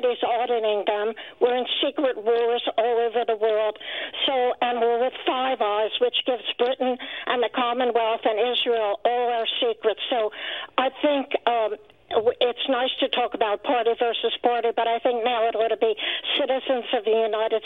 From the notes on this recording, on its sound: The Washington Journal on CSPAN. Take questions live from callers.